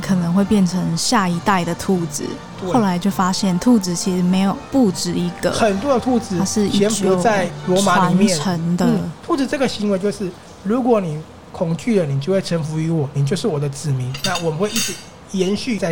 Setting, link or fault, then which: setting, busy venue